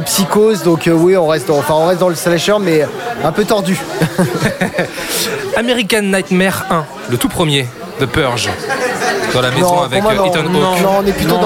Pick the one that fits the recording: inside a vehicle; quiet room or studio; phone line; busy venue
busy venue